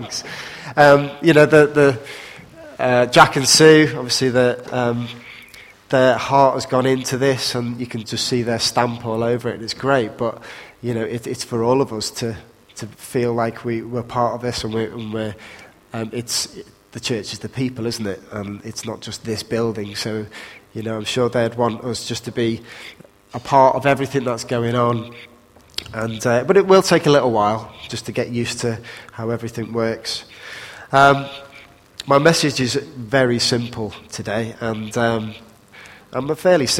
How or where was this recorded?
large echoing room